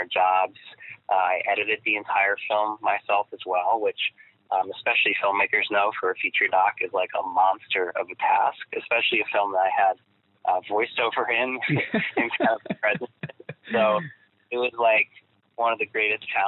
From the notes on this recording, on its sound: have a quick phone chat